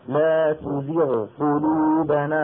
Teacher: فخم الغين زيادة وعلى أساس أنها لها مرتبة برأسها أفخم من المكسور على المذهب أبو خمس مراتب كمان إن شاء الله قراءته صحيحة.